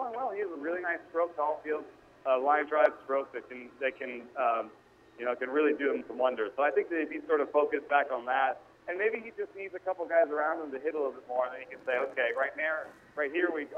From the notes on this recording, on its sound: phones in to #PadresSH